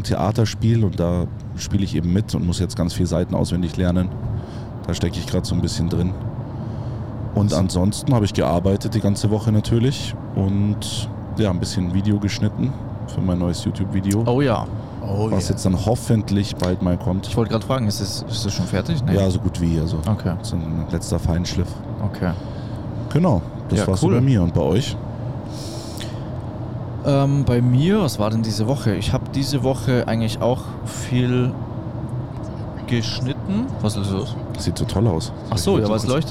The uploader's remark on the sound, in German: wir sind unterwegs auf den deutschen Straßen und nehmen LIVE auf dem Weg zu einem Einsatz in Ludwigshafen diese Podcastfolge auf.